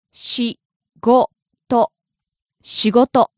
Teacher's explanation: Starting out low, rising on go and staying high.